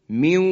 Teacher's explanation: حالا میرسیم به حرف واو، من واقن به این شکل ادغام میشه، من واقن، نون از بین میره، حرف واو مشدد میشه و دو حرکت هم غنه و اون مکسی که عرض کردم روی به اصطلاح ادغام انجام میدیم به این شکل، میواقین.